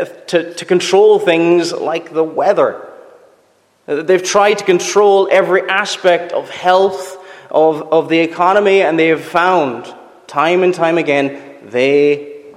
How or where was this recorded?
large echoing room